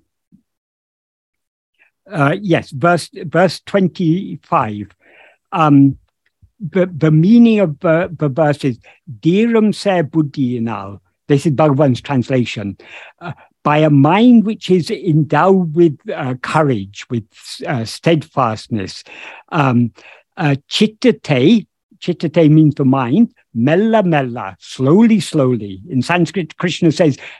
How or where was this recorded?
video call